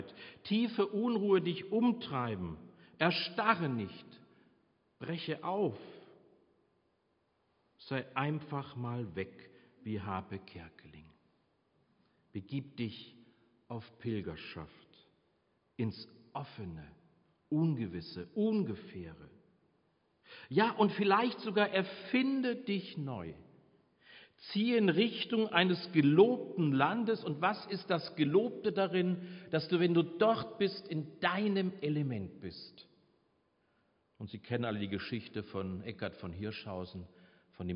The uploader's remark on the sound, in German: Predigt Pauluskirche 15.5.2022 - Jazzvesper